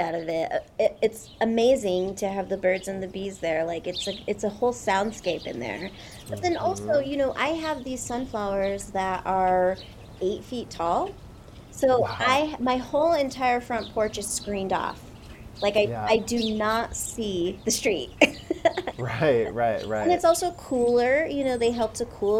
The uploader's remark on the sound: The live audio at the end of the episode was captured in her wild sunflower space!